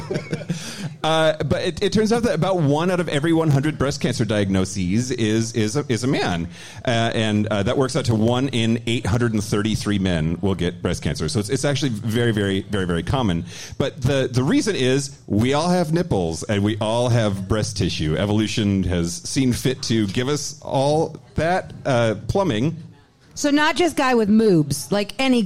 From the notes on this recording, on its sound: Live in Seattle. In our joint Seattle live show. Live during Seattle Pride.